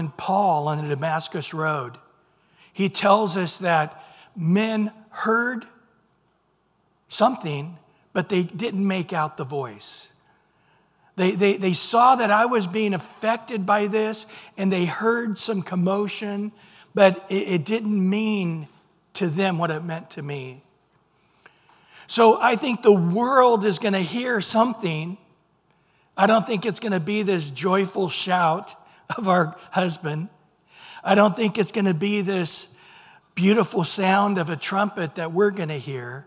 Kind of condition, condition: setting, large echoing room